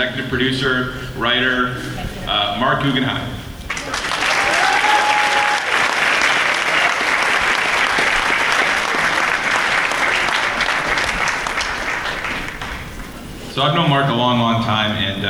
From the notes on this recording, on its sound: Bonus – Arrow panel NYCC 2012.